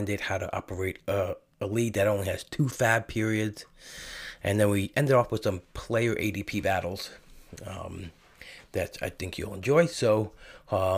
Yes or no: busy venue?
no